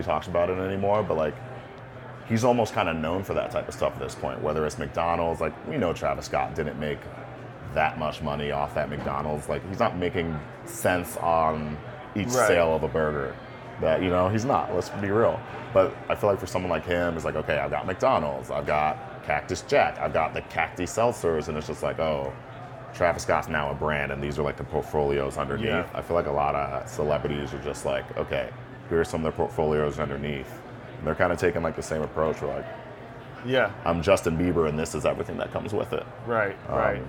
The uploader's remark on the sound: Live at MJ Unpacked in Las Vegas. The conversation was recorded live at a podcast booth during MJ Unpacked.